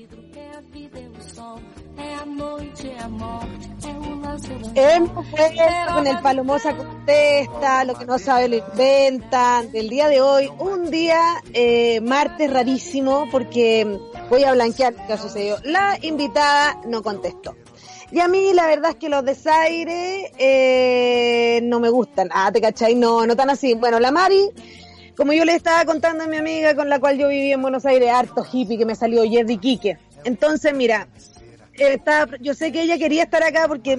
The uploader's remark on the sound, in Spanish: En vivo desde la montaña. Pero no logramos comunicarmos.